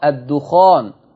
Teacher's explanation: مش الدخان زي ما في ناس بنطقها غلط، الدخان بتخفيف الخاء